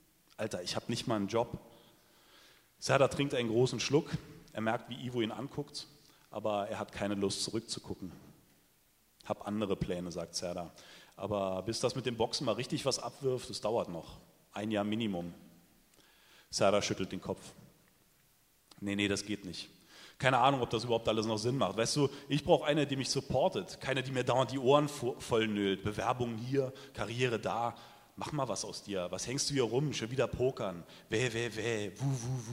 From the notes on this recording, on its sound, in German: Liest live beim Eichborn-Salon in Köln.